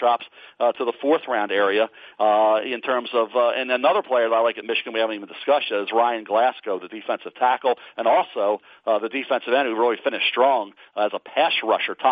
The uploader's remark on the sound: NFL Draft Conference Call